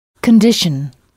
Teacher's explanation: Mais au lieu de prononcer « sion », on prononce « shun ». Il faut frapper la syllabe qui précède « shun ».